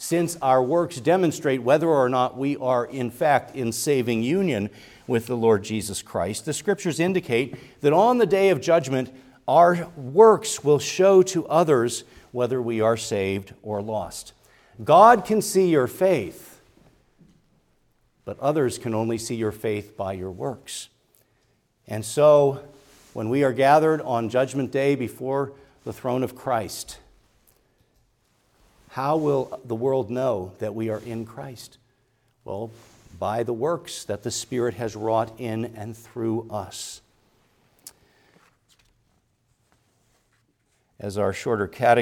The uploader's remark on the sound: preached at Grace Orthodox Presbyterian Church in Sewickley, PA, during the evening Worship Service